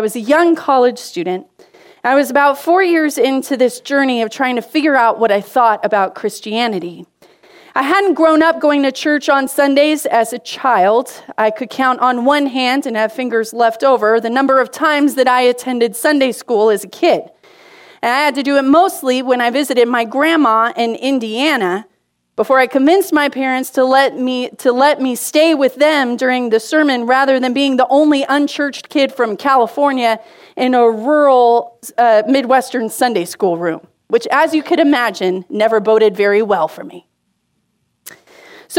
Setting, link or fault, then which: setting, large echoing room